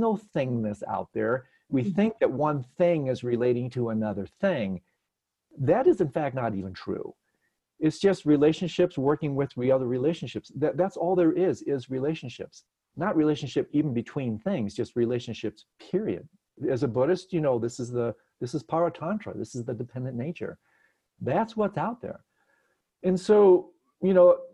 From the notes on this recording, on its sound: Virtual Hangout.